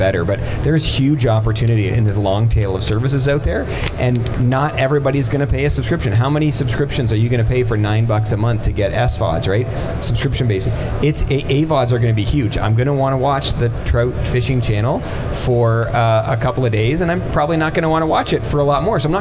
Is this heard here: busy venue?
yes